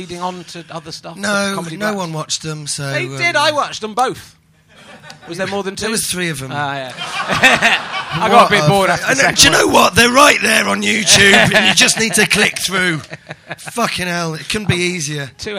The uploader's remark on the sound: Edinburgh Fringe Podcast 2012